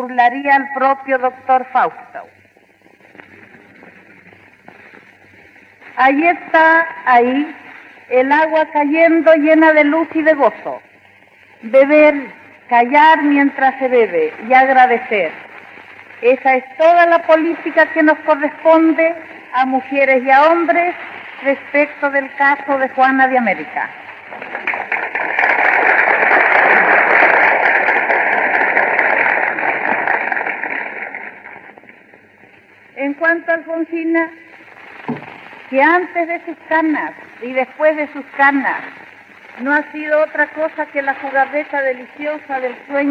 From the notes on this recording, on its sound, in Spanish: en un encuentro de poetas mujeres en Montevideo, Uruguay